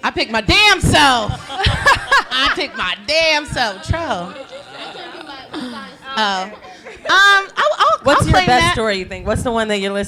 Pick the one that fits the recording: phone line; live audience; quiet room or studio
live audience